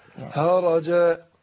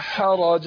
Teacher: الحاء دخلت على مخرج الهاء، هرجا لا حرج هكذا · Shown in: first take